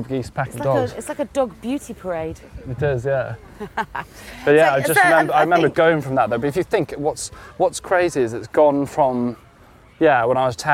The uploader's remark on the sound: a walk around Clapham Common